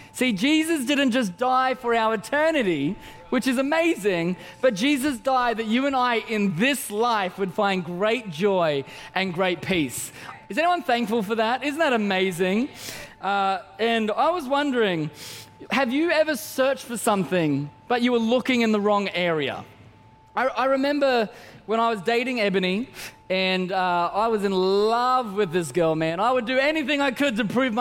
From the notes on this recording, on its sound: Christmas At C3 Powerhouse. Recorded during our 5pm service on Sunday, the 17th of December 2023.